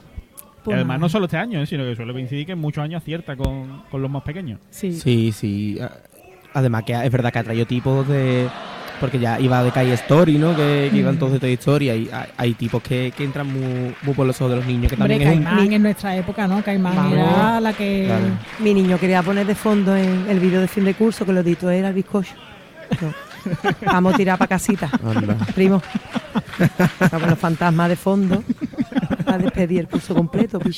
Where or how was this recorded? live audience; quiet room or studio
live audience